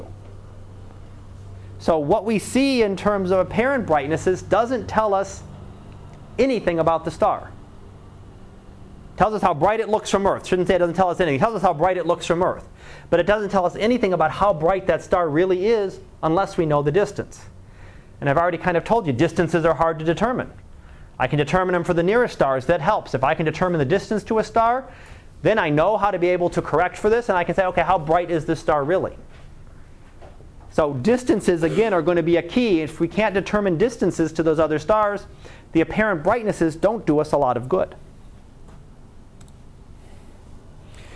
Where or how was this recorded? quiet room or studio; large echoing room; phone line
large echoing room